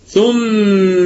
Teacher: ثم كل الكلمة هنا مرققة والميم في أعلى درجات الغنة